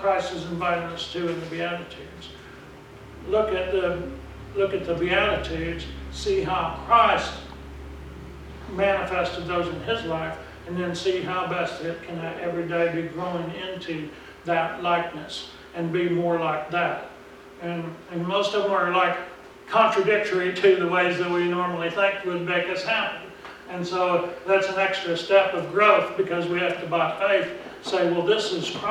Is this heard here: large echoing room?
yes